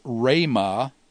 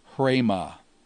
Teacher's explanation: So it's rhema, not hrema. You don't add an H sound to the beginning of a rho initial word. · Shown in: first take